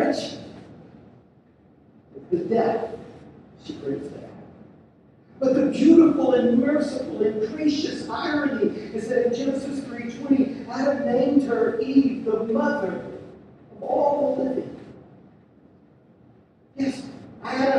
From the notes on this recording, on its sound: We're sorry for the poor sound quality.